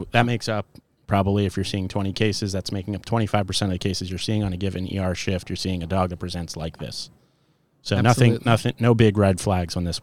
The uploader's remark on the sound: LIVE from NYVet.